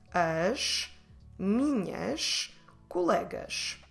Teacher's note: when that S is not in between vowels, we must read it as a sh